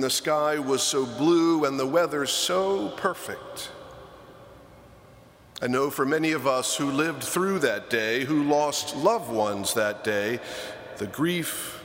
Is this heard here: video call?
no